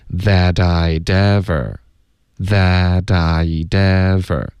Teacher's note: I'd 的这个的跟 ever 也得连读